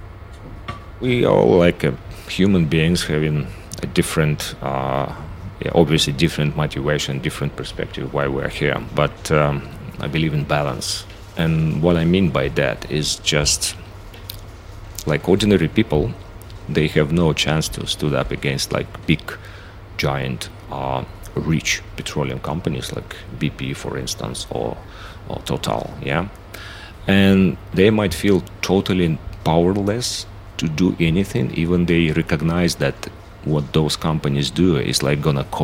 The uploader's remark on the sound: recorded aboard the Esperanza